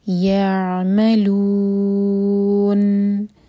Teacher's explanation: لیکن یہاں پر جیسے ہم رکیں گے تو لو چار حرکہ لمبا ہوگا کیونکہ ہم نون کو ساکن کر کے رکیں گے. پھر یہ ہوگا یعملون اور نون کی آواز این میں واضح ہو. · Term: مد عارض لی سکون